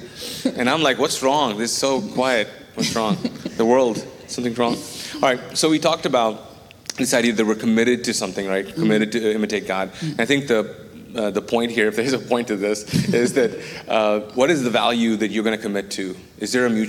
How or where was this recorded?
large echoing room